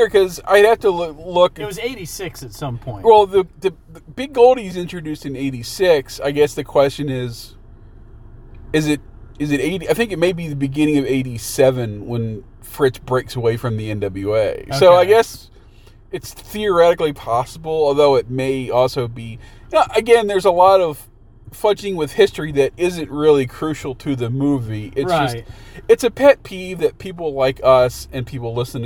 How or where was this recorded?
inside a vehicle